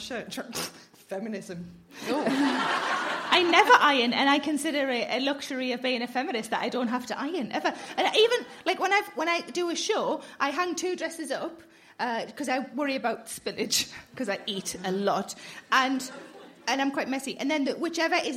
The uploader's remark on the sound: Highlights from Standard Issue In Conversation at Glasgow Comedy Festival 2016.